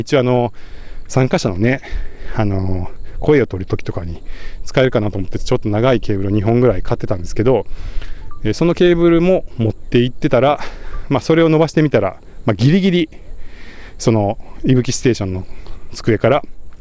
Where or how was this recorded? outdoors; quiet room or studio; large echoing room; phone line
outdoors